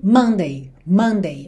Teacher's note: Sendo que a sílaba tônica tem que ser no começo, não Monday, mas sim Monday, Monday, ok?